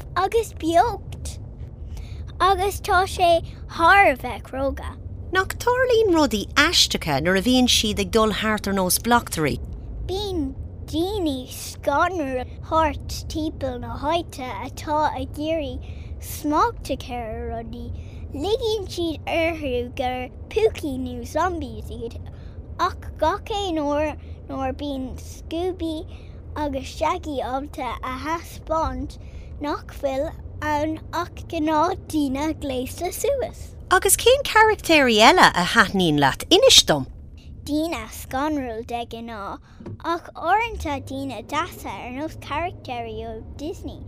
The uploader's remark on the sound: Conversation in the car.